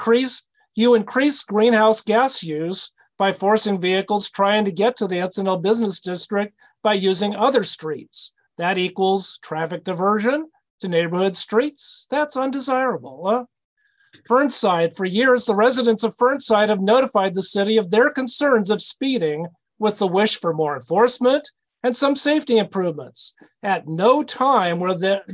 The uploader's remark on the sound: Transportation Commission - ZOOM